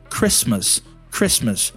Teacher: the T in the word Christmas is not pronounced